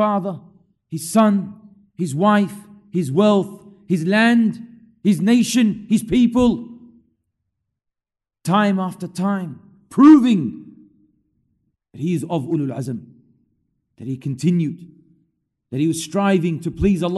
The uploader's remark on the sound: LIVE from Masjid Al-Azhar, Belmore